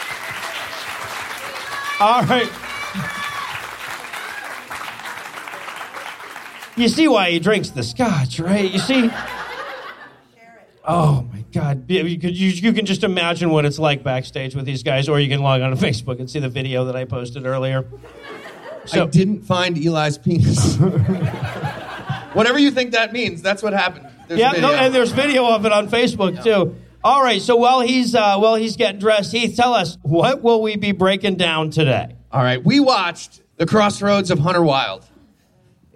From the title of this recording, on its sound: LIVE from Los Angeles